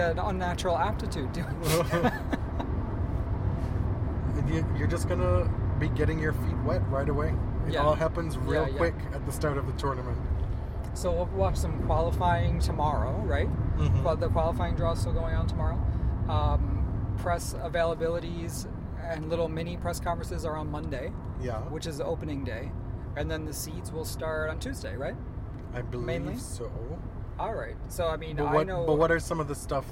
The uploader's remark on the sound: We're on the road to Cincinnati, Ohio from Toronto. This is our first totally unedited podcast, recorded and uploaded straight from the car.